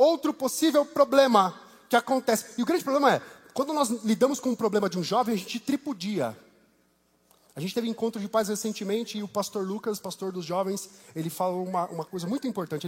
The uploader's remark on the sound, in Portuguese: Culto ao vivo IBMorumbi.